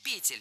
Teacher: Ударным во множественном числе должна быть «е» в первом слоге.